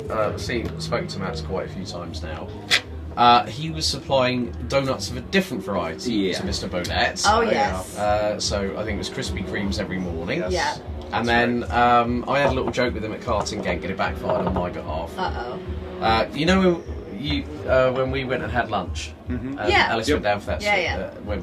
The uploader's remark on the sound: At Zolder for a Belcar Sprint Cup weekend. We stole a bit of time in the camper to record this episode.